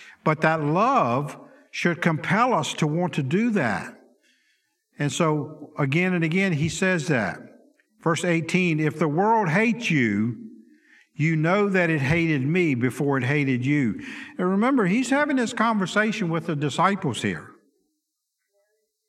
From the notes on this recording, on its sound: Sunday school lecture